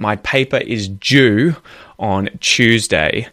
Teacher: So, here we've got a voiced J sound instead of an unvoiced Ch sound because it's a D, there's a U after it, it's due, and so there's a little Y sound in there linking those two letters or those two sounds, and you get a J · Term: regressive assimilation